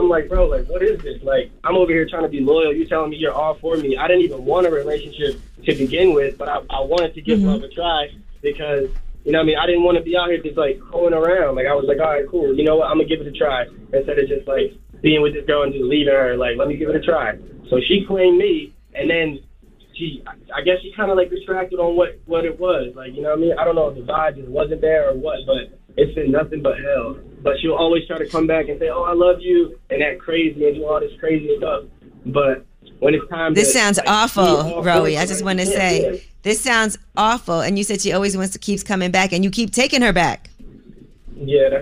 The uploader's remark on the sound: Today on the show we opened the phone lines to see if our listeners get offended over certain stereotypes.